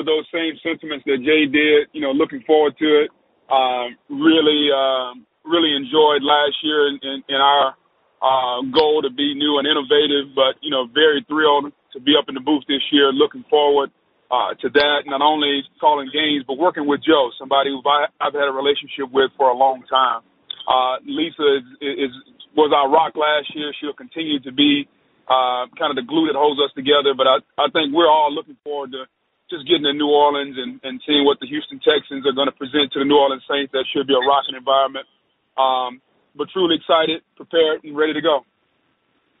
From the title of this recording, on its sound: MNF Conference Call